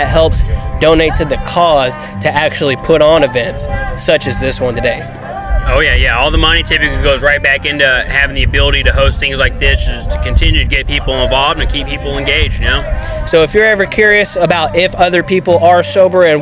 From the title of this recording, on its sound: LIVE AT THE 3RD ANNUAL HOT SAUCE HOOTENANNY